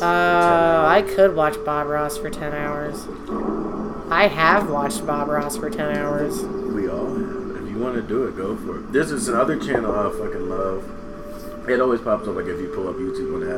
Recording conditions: sounds in the background